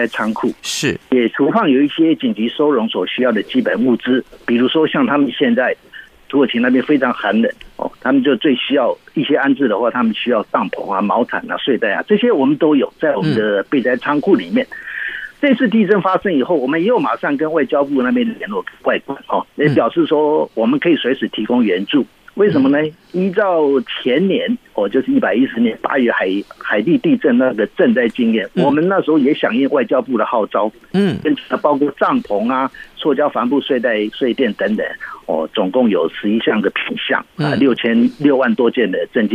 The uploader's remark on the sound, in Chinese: 土耳其現場連線